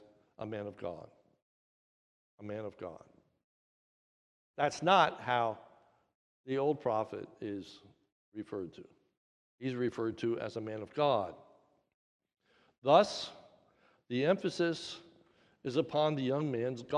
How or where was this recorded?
large echoing room